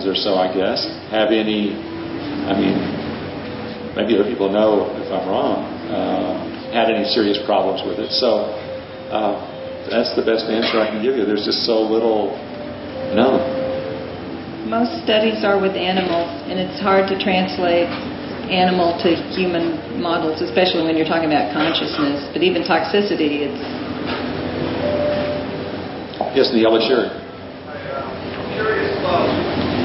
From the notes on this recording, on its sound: their 2006 Palenque Norte lecture at Burning Man